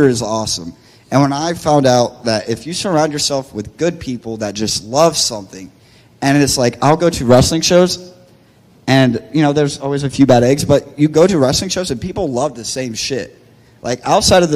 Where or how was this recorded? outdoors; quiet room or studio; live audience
live audience